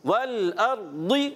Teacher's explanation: واو ہونٹوں کی گولائی سے، لام ہلنا نہیں چاہیے، اور حمزہ کو کلیئر ادا کریں گے